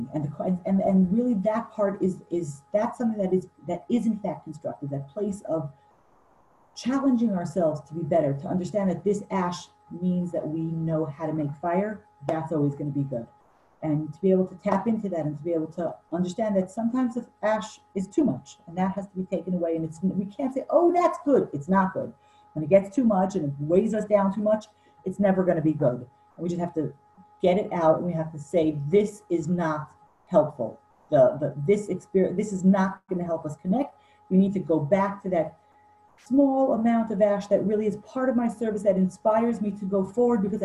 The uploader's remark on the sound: Zoom Class 4/2/20